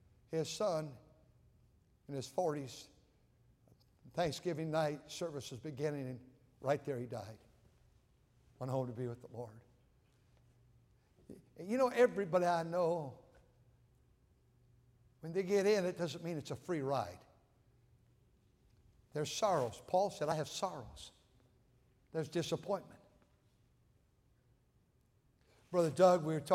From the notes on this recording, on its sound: At North Valley Baptist Church in Santa Clara, California, during the Sunday Evening service on January 7, 2024.